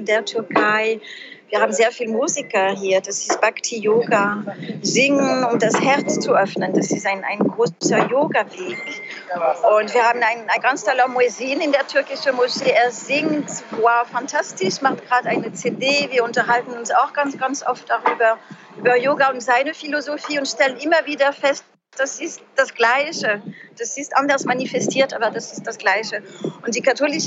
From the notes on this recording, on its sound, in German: Befindet sich zum Zeitpunkt des Interviews auf Djerba in einem Café - bitte verzeihe uns die Hintergrundgeräusche, mit dem Internet ist es in Djerba nicht ganz so einfach.